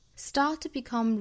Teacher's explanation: A, it's when you start to become, start,这个单词长元音啊，上下开口度更大一点。Start to become, start, 尾部的 t 省读，后面的 to 弱读成 t, start to become really afraid of death.Really 这个词我们之前讲过，英音呢会倾向于把它发成 really,也就是一个长元音 e, re,之后再发